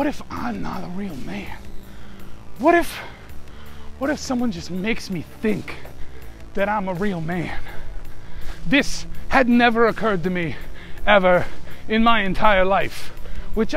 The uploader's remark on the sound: decided to record a podcast during their work commute while their car is broken.